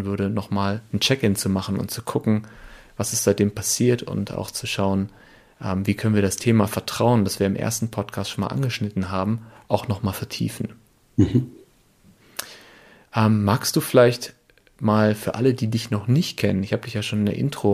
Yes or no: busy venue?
no